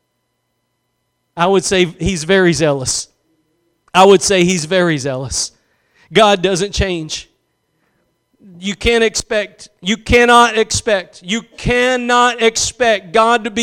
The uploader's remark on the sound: Preached at Gospel Lighthouse in Bossier City, La.